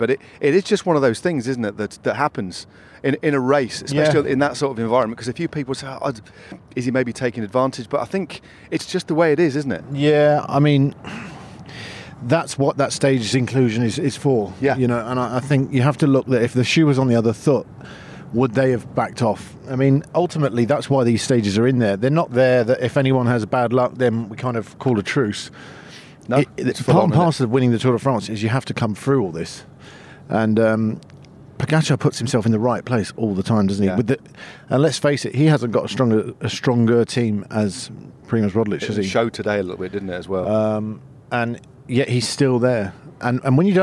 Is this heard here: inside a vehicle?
yes